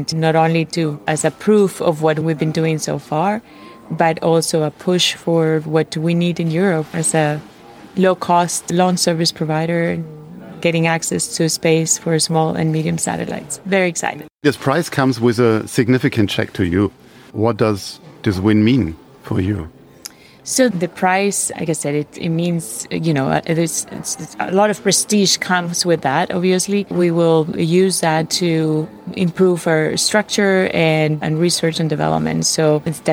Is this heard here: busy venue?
yes